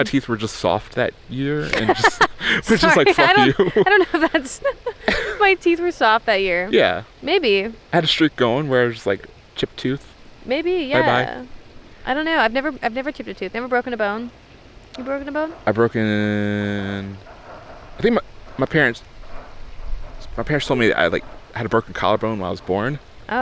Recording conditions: outdoors